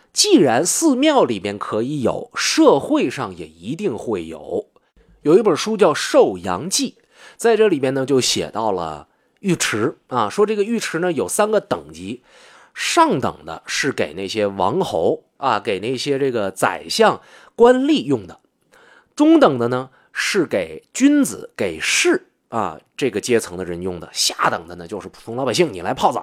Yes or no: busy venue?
no